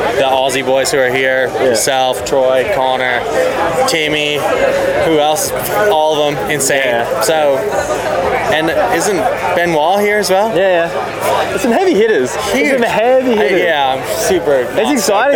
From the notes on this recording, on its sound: This episode is a compilation of a bunch of the interviews and chats I had with the Pro's and otherwise at Thredbo during the Cannonball Festival/National Champs!